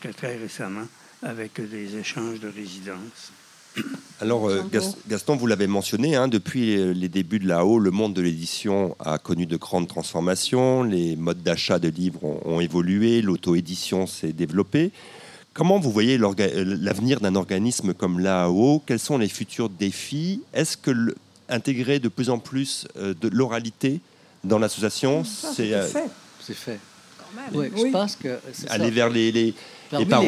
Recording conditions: outdoors